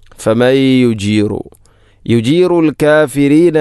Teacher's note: നൂനിന് ശേഷം യാ, ഇത് ഗാം നാഖിസ്